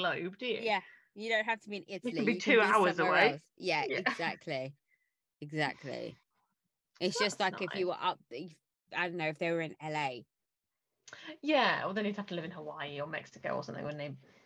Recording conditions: drop-outs